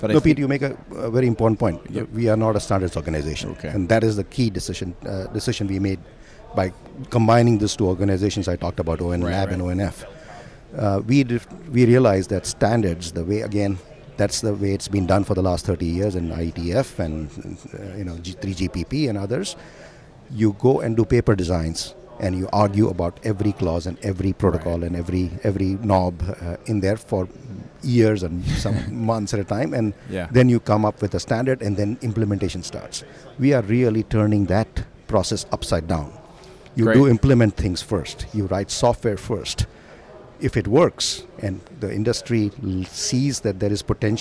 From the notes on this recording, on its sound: In this episode recording at the Broadband World Forum 2019